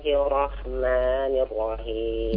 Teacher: Tasdid pada ro yang pertama kurang